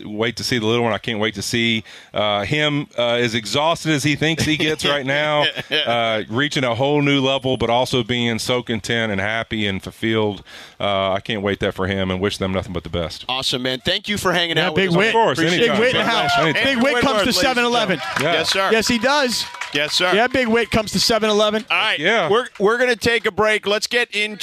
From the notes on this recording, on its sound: Live From Covina. The crew is live from 7/11 in Covina! The COT and the 626 represent at the 7/11 live remote for LIT!